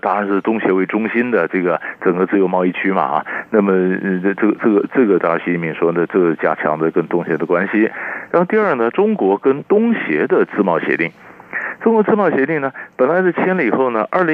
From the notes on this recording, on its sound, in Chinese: 連線訪問